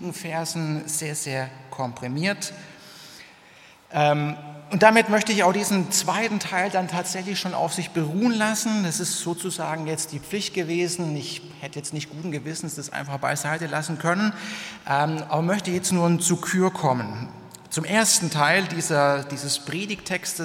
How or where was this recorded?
large echoing room